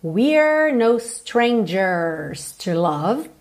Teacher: Atenção aí para letra R com a língua enrolada